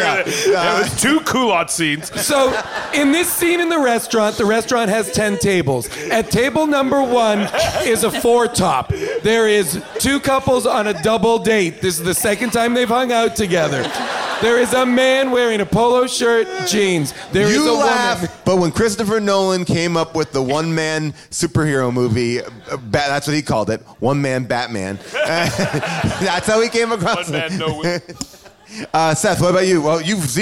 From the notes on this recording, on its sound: Recorded live from Largo at the Coronet in Los Angeles.